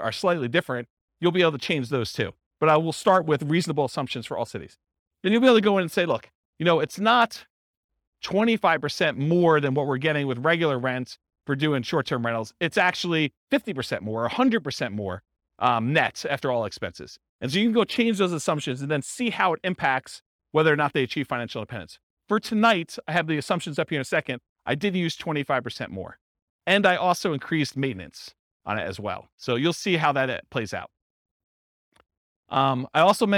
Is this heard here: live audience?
yes